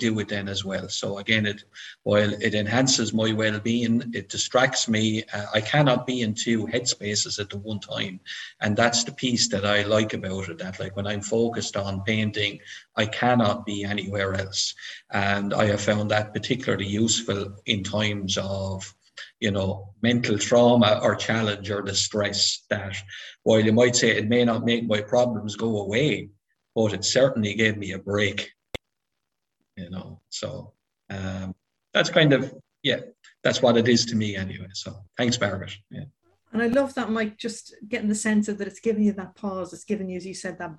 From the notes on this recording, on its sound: Audio recording of our webinar in partnership with Mental Health Ireland.